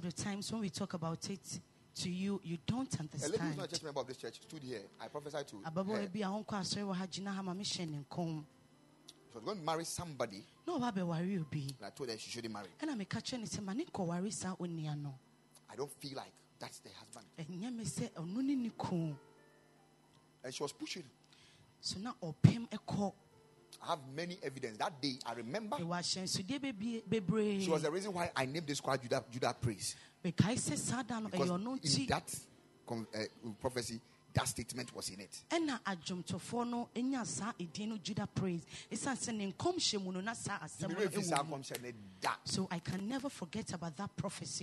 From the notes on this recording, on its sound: Preached at the Royal Service on Father’s Day 2022.